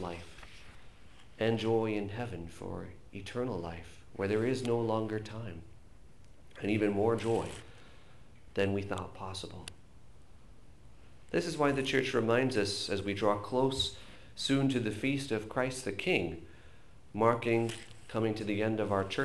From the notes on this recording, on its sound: This is a recorded homily